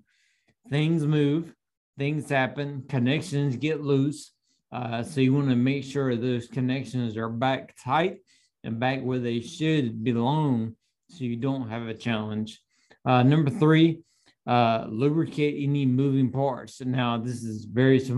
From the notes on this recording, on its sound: Audio from the Live Q&A webinar